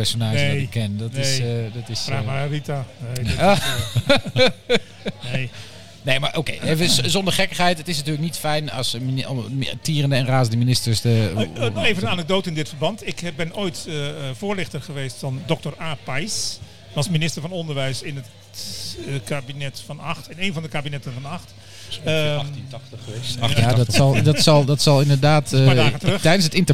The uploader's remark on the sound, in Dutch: De Mannetjes zijn terug, en ze zijn op kroegentocht! Live vrijmibo vanuit het legendarische Diner-Café Soestdijk.